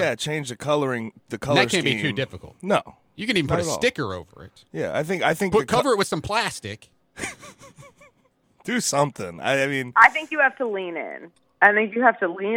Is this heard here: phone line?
yes